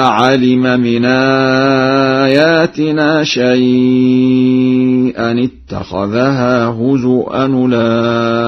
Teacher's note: قرأ ورش هزؤا بالهمز هكذا: وإذا علم من آياتنا شيئا اتخذها هزؤا أولئك.